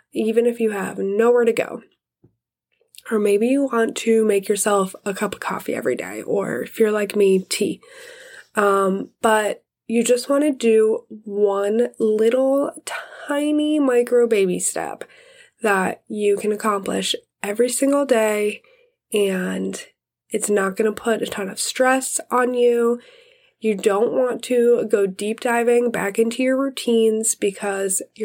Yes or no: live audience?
no